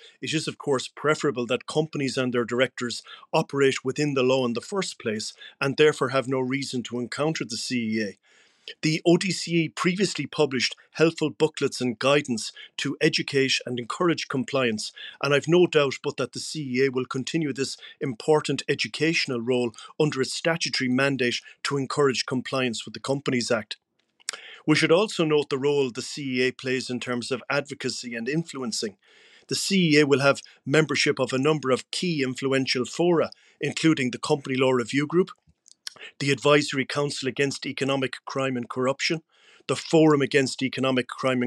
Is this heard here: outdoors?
no